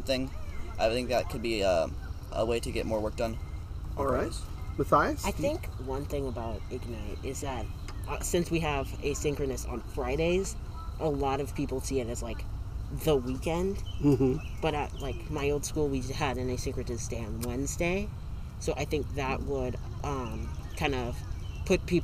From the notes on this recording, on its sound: We recorded outside so the audio quality will not be what we're used to.